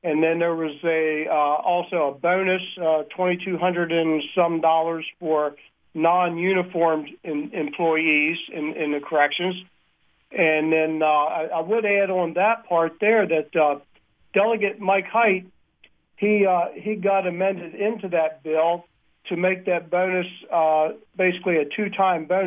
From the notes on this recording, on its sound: Calls in for an update. As the fair winds down.